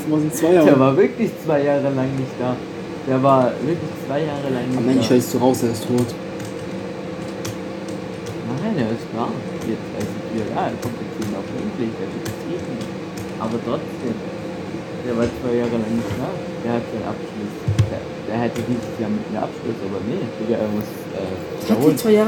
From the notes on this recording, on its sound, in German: Leicht verspätete folge mit schlechter audio qualität. Dem hat mein internet ein strich durch die rechnung gemahct jedoch sind wir jetzt back mit einer sehr alten folge.